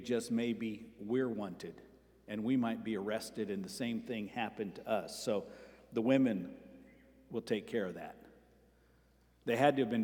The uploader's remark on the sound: Sermon preached at Avondale Baptist Church.